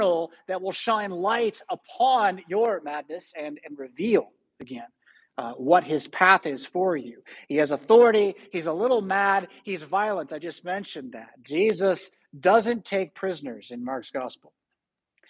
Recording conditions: large echoing room